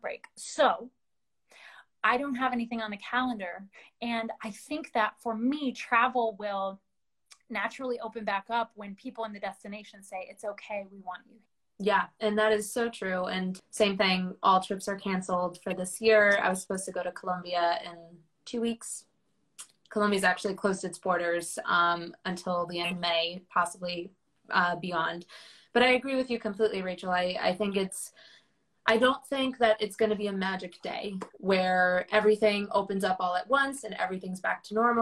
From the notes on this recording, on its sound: adapted from an Instagram Live interview